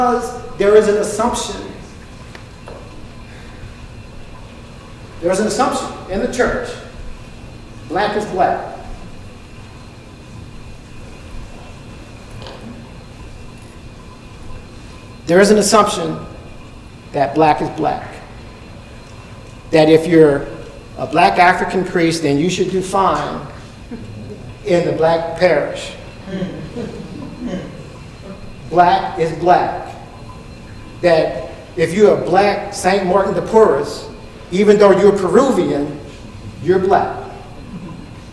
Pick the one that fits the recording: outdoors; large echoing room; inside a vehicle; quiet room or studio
large echoing room